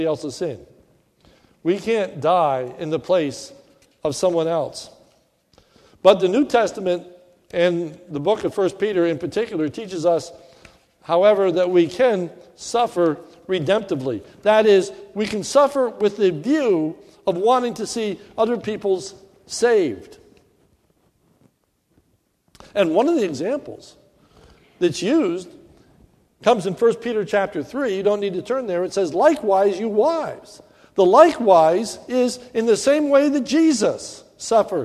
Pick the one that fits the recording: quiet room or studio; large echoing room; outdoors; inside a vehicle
large echoing room